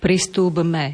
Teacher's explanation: toto je z hľadiska správnej výslovnosti, spodobujeme P na B